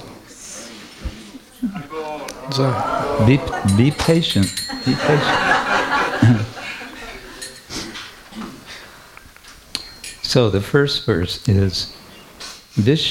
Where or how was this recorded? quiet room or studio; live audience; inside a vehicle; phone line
live audience